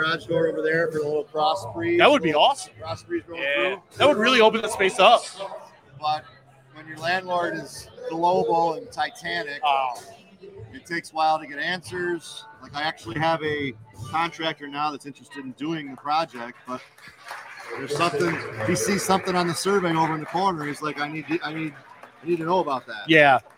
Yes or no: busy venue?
yes